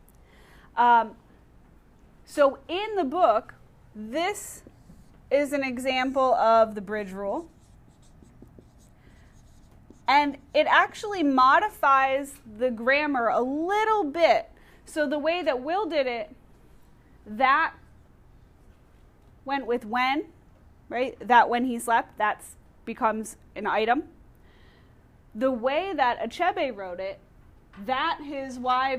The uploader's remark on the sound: Audio recorded in class.